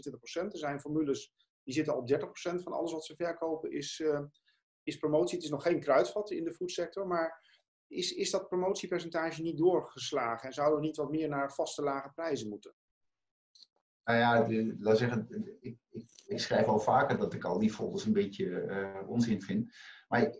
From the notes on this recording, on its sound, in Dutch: De podcast is oorspronkelijk opgenomen als videopodcast en mogelijk van iets mindere geluidskwaliteit dan u van ons gewend bent.